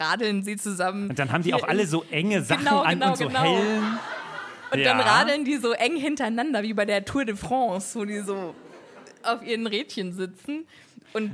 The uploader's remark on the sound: LIVE IN FRANKFURT